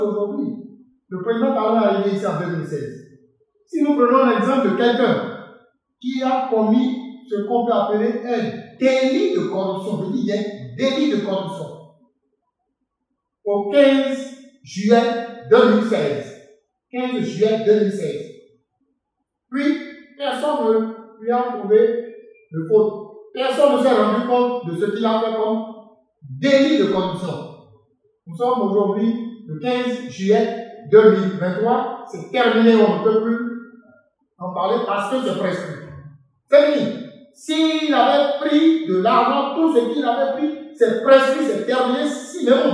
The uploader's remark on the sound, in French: Oxo Fest 2023 - Enregistrement Public BIP Radio. Revivez l'enregistrement en direct de l'émission radio Le Débat de BIP Radio.